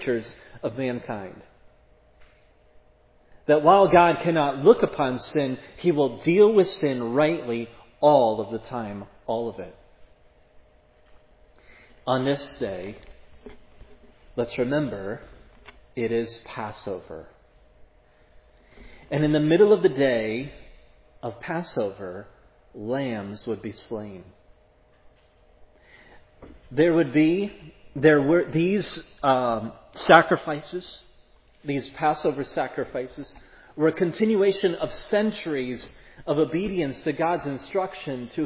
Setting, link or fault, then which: setting, large echoing room